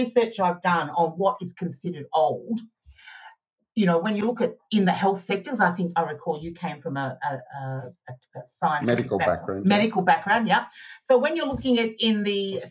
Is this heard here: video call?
yes